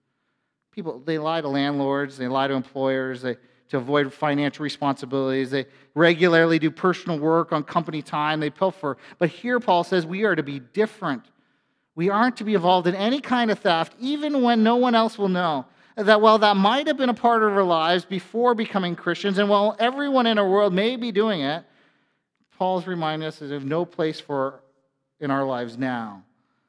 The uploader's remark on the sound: A sermon from FBC Church in Cobourg,